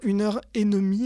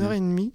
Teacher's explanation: Le D va disparaître et on va dire une heure et demie · Term: coarticulation